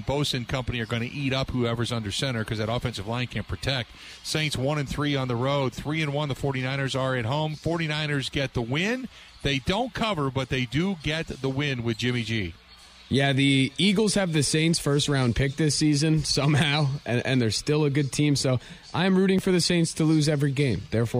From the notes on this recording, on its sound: live from The Mecca in the Deer District